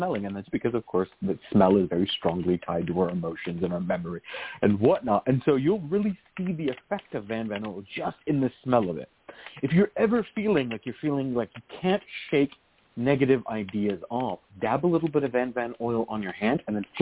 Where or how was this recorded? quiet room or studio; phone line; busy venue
phone line